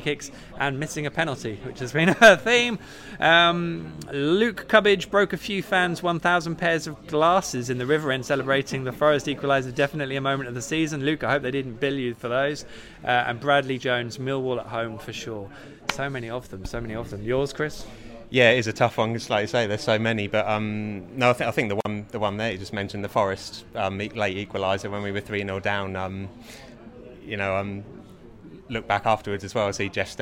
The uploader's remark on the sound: Is LIVE from Departure Lounge. Pop along to the pub and have their say live on the show.